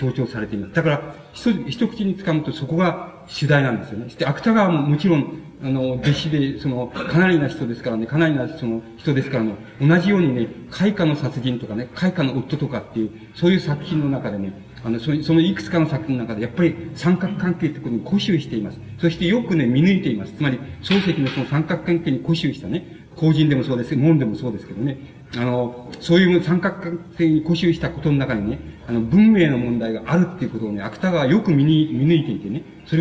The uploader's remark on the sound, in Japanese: 場所：京都精華短期大学。京都精華短期大学大教室。一般の人にも開放され、 他大学の学生の参加も多かった。音源は主催者提供。たいへんクリアに収録されている。